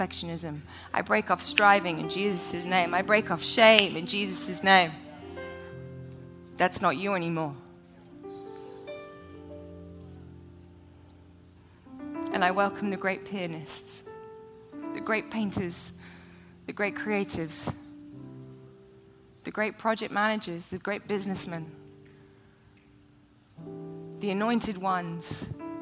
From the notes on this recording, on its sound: Taped live in front of a student audience at the Bethel campus in Redding, CA.